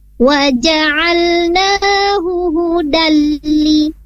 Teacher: Di sana tidak ada pemanjangan atau penahanan ketika tanwin bertemu lam, karena di sana hukumnya idgham bila gunna, langsung dimasukkan huruf lamnya. Waja'alnahu hudalli.